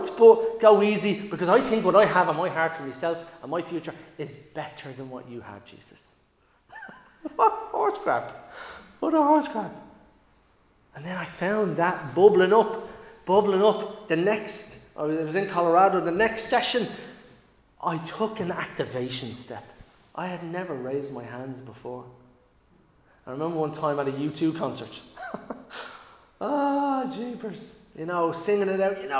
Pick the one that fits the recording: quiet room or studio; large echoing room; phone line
large echoing room